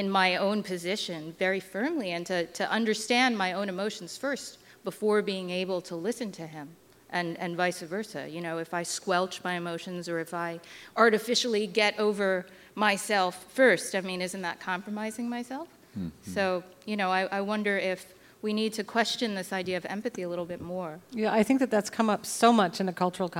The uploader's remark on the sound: Before an audience at The Aladdin Theater in Portland, Oregon.